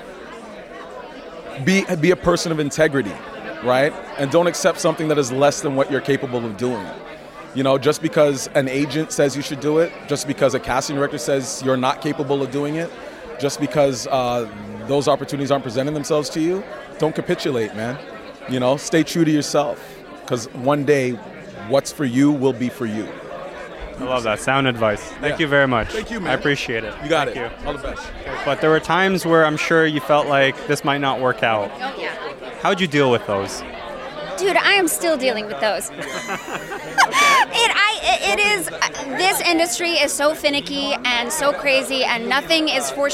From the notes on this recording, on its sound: Live from the red carpet of the 2023 Canadian Screen Awards.